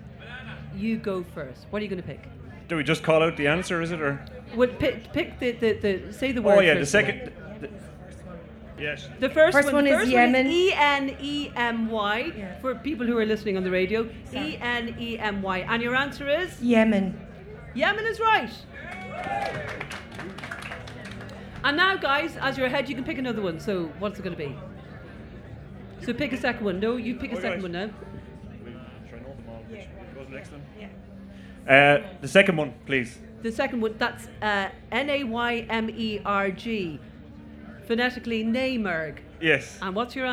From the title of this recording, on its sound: Live from Electric Picnic